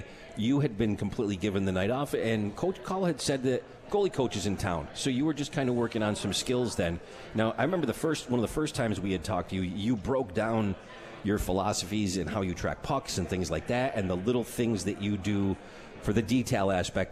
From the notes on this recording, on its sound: At The 72 Tavern & Grill and joined on the phone.